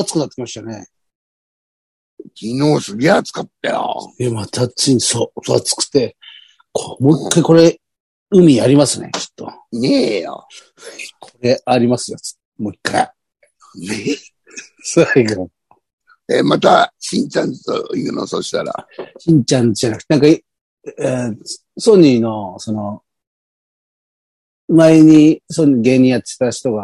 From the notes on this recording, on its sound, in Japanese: ZOOMで収録。